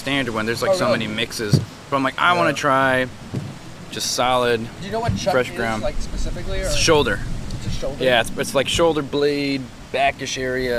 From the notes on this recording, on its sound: this episode was recorded outside, so the atmosphere and sound levels are a bit different in this episode.